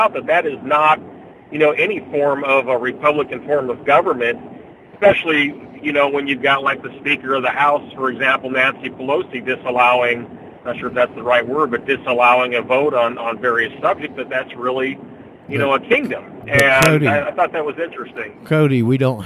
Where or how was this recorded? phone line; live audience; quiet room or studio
phone line